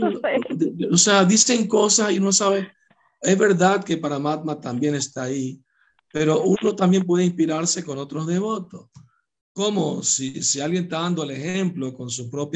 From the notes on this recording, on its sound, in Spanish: Conferencia por ZOOM